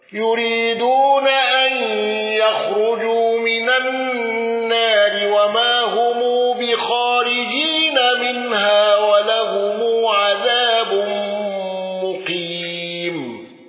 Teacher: قالون بصلة ميم الجمع واندرج معه ابن كثير وأبو جعفر